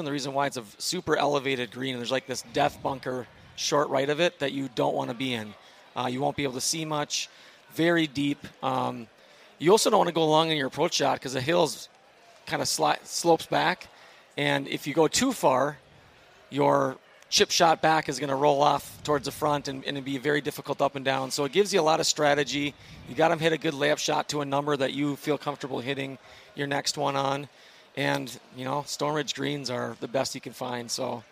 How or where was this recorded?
busy venue